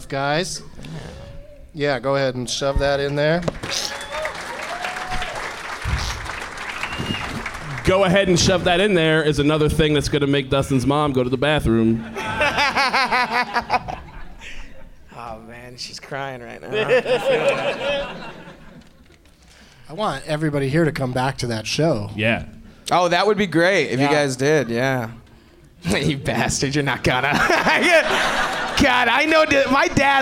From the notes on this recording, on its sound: Live from Hyena's in Dallas